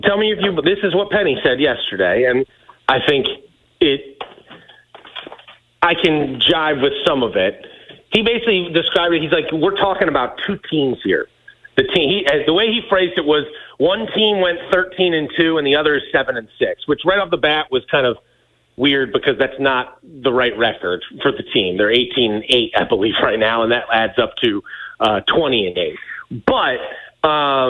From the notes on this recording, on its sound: via the phone